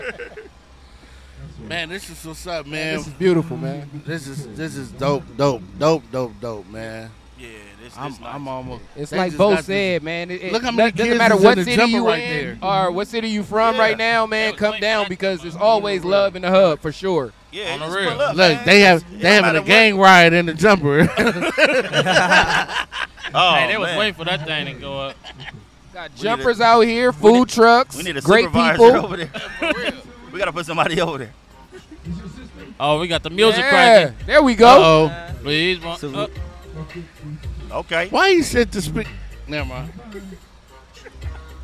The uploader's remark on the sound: Live from the Home Depot parking lot in Compton. Feed The Hub With Love toy drive.